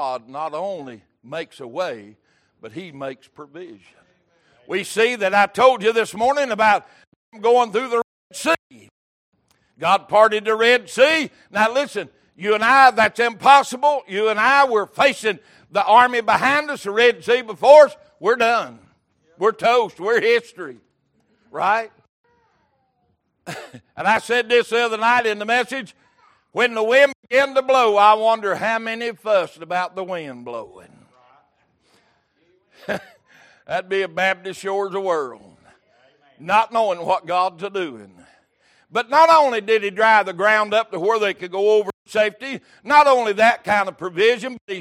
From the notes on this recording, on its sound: Recorded January 15, 2023 - Sunday Evening Service